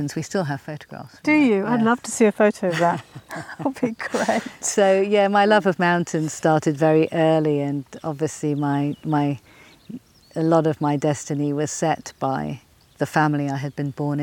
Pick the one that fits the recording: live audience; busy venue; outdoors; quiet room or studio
outdoors